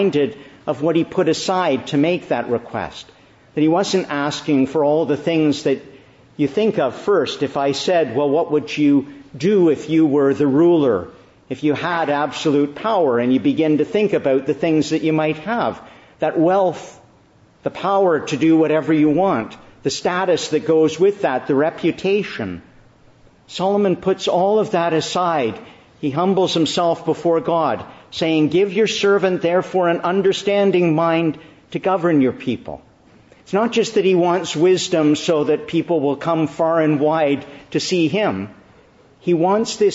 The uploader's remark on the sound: Morning Service. Preached in the Annunciation of the Blessed Virgin Mary, Ottawa.